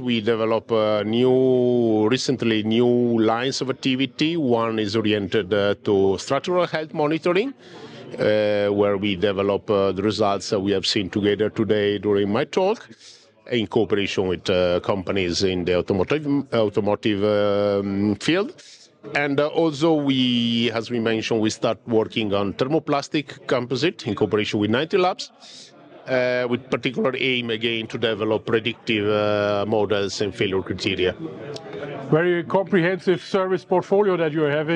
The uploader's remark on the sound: 9T Labs Innovation Day Interview